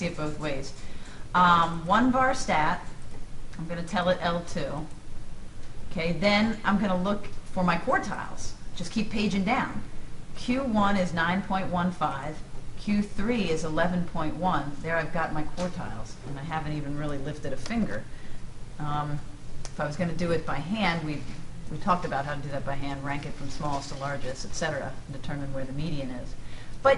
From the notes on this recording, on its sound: This is a clip form a live classroom